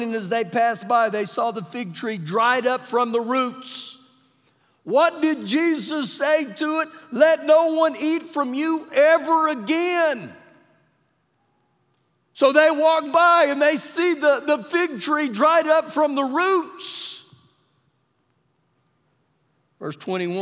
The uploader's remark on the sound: Recorded live during our Wednesday night service